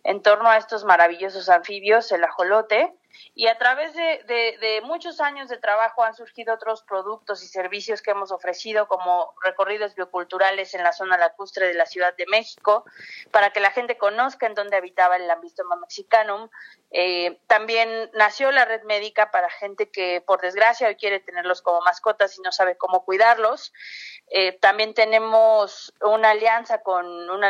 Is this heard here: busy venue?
no